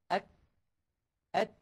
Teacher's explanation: في هذين الحرفين صفة قامت مقام القلقلة في قطب جد في التخلص من شدة هذين الحرفين، ألا وهي صفة الهمس